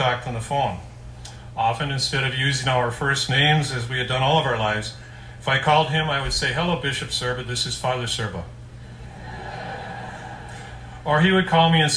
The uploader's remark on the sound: delivered this homily at the Mass of Christian Burial for his brother on Friday, December 6, 2019, at the Cathedral of Our Lady of the Rosary in Duluth, Minnesota.